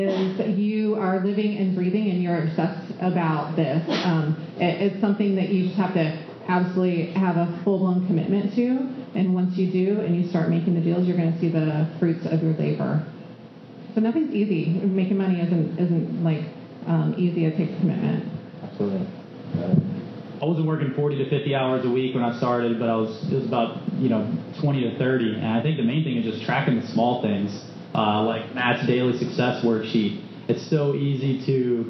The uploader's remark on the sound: A special live Epic Real Estate Investing podcast. Recorded live during the Epic Intensive in Redondo Beach, CA.